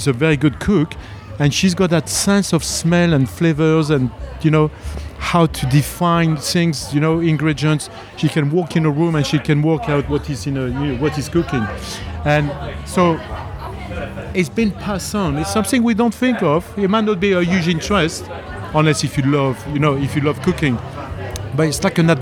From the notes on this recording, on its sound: At Shrewsbury Food Festival 2023. Are on site for another spectacular event with mics in-hand, ready to document this fine occasion. Who was helping out at the Chefs Locker tent by cooking some tasty bites that were enjoyed on-mic.